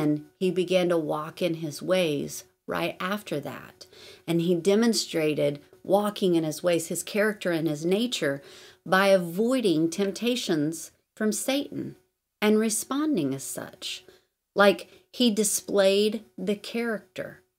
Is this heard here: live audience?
no